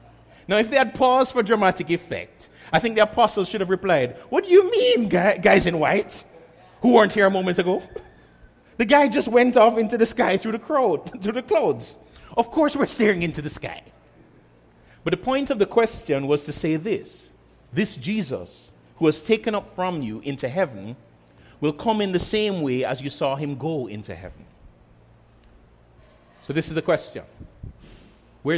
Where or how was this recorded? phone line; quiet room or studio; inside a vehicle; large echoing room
large echoing room